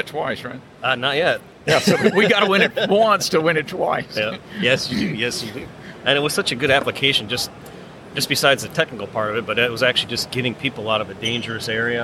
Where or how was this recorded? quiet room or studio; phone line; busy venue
busy venue